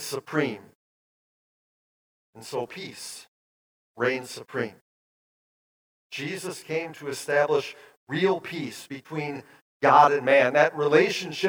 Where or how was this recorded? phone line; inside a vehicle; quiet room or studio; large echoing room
large echoing room